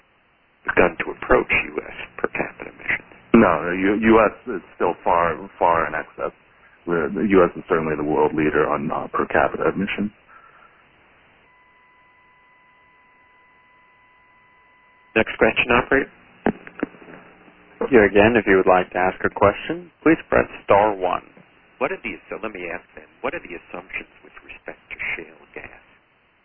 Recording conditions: phone line